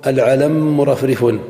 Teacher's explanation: جاز لك أن تدغم فتقول العلم مرفرف بالإدغام لوجود المثلين